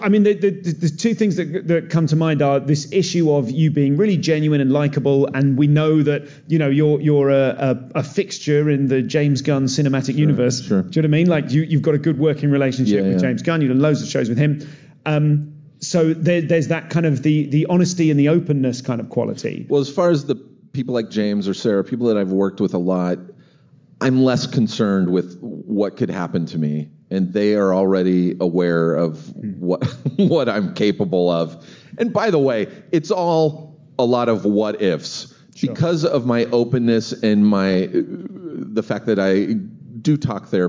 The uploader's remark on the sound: live at South By Southwest